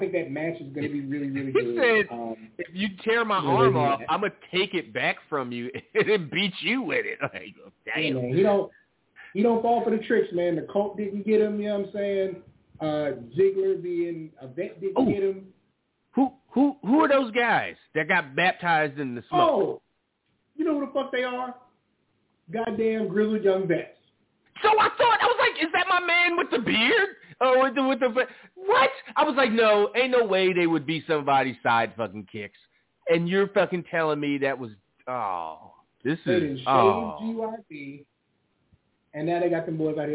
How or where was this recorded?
phone line